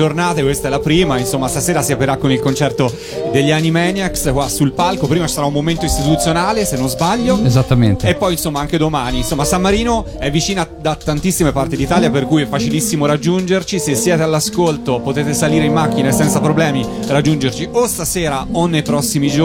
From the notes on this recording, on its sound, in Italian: Da San Marino Comics 2020 la nostra intervista